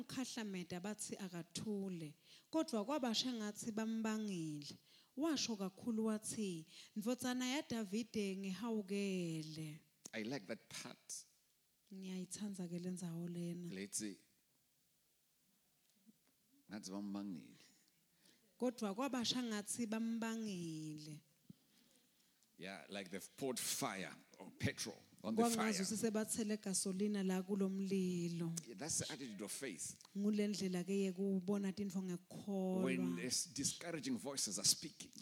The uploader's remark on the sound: Recorded Live at the Apostolic Hub, in Mbabane, Eswatini on Sunday March 20th.